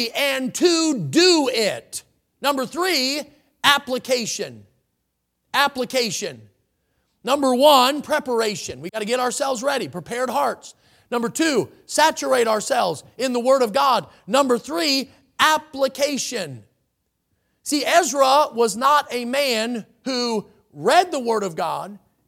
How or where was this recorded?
large echoing room